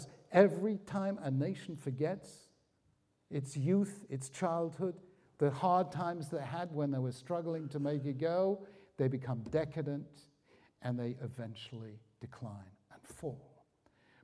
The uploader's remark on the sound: The video was recorded in Hampstead Garden Suburb Synagogue in London and the event was jointly sponsored by the United Synagogue and Koren Publishers Jerusalem.